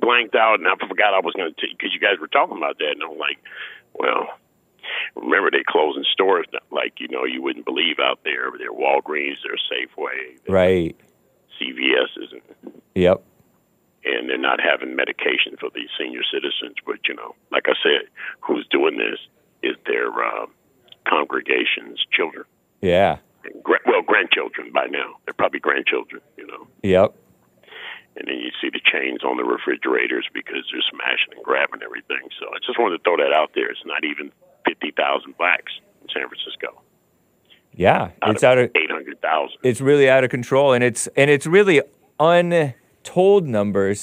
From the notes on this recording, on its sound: Call-in show!